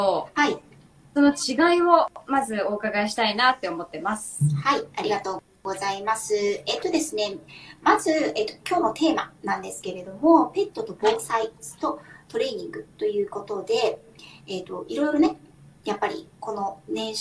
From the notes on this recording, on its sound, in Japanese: インスタライブの音源公開となります。録画の録音につき 音質が良くない点はご容赦ください。